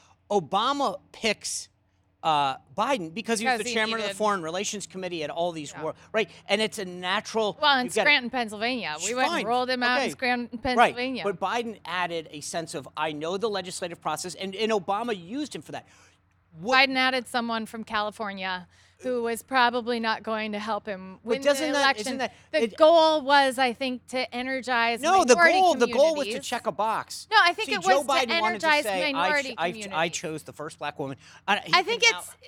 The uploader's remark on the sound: Live from the 4th GOP debate in Tuscaloosa, AL